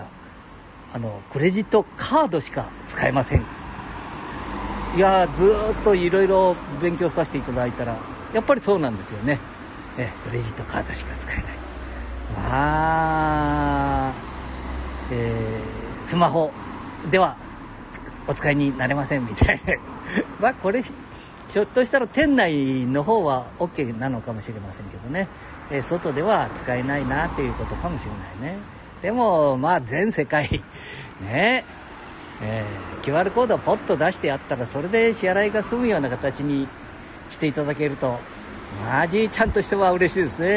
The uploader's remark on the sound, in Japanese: 街さんぽ LIVE